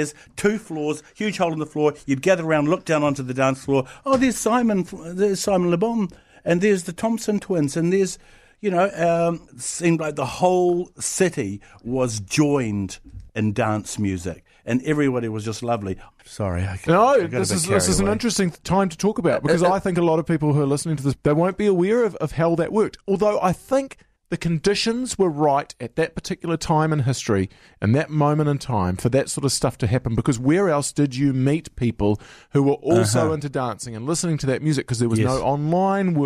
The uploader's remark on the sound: Called in to chat.